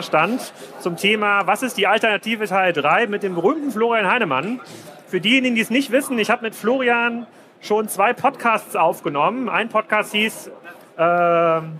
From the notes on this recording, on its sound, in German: Auf dem #OMR Festival in Hamburg